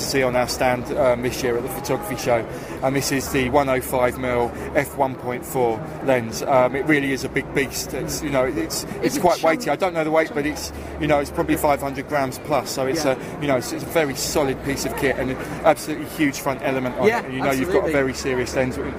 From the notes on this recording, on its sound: Conversations recorded live at The Photography Show 2017. I recorded a number of informal conversions with manufacturers and service providers whilst there.